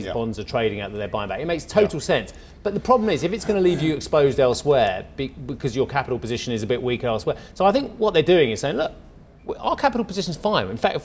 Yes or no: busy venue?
yes